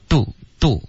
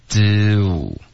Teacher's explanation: Do 的滑动要注意，okay，别发成 dodo，它不是一个呜的音，是 do。Okay，你的嘴唇得滑动。 · Shown in: second take